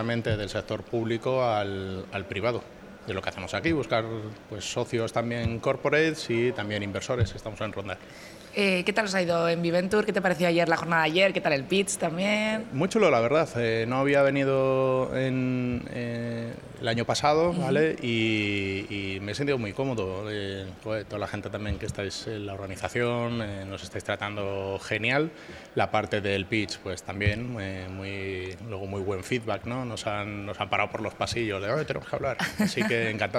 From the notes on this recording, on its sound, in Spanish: Tercero de los seis episodios especiales grabados en Bventure 2022, el mayor evento de emprendimiento de la zona norte.